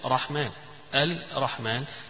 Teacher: عايز يقول لنا إنه هنا حرفان راءان، وأصلها كانت لاما وراء، أدغمت اللام في الراء فصارت راءان، فلا بد من التشديد فيها.